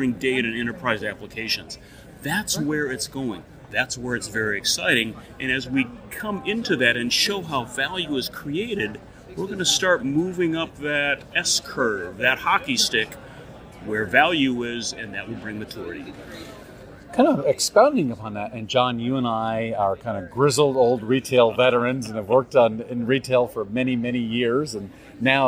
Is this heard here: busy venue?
yes